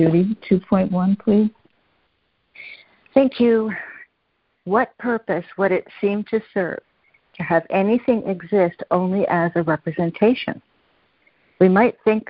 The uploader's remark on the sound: CONF CALL. A Course in Miracles [ACIM] Students are joining together on a Free Conference Call to study A Course of Love [ACOL].